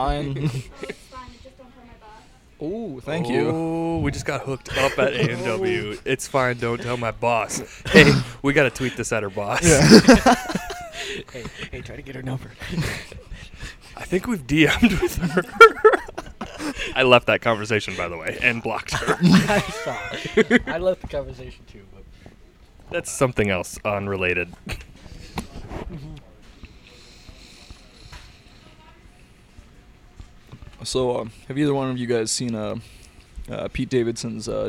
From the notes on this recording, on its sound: Live at A&W.